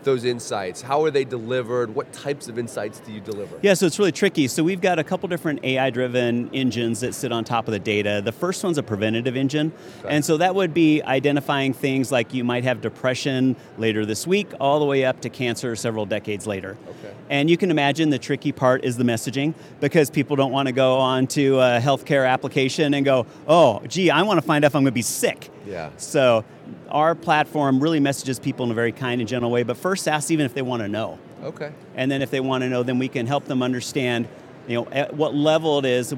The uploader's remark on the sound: Our episode this week was recorded during our StartUp Health Studio interviews at the recent HLTH conference in Las Vegas.